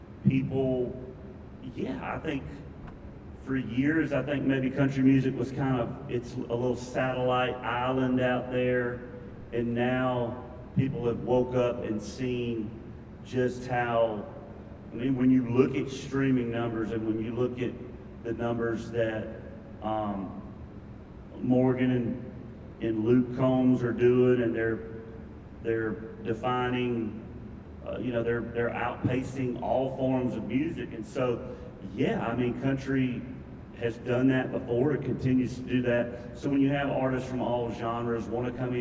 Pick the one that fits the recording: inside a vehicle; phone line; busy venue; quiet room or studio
busy venue